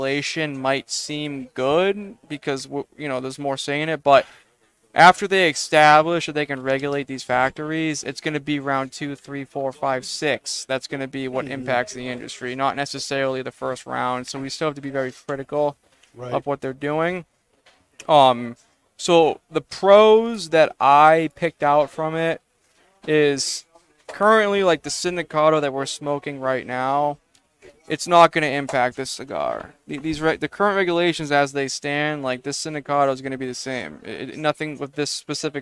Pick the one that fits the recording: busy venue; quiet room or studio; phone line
busy venue